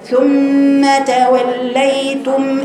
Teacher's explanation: اللام مش حرف شديد عشان أقطعه. اللام فيه توصل.